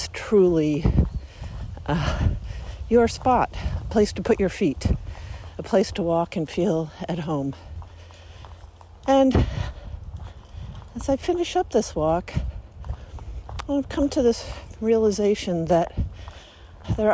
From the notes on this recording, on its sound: we thought we would record our personal thoughts as we walk